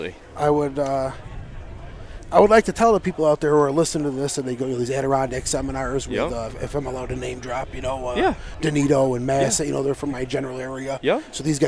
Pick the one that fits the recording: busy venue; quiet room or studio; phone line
busy venue